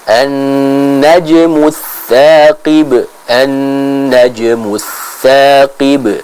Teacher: pada huruf jim disempurnakan qalqalahnya dan pengucapannya